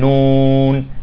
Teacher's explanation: النون عندما تقول نون، تمام، نصفه يخرج من اللسان ونصفه يخرج من الأنف